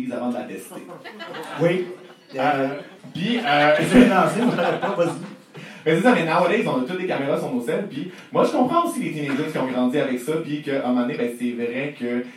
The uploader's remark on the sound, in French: notre enregistrement live devant pubis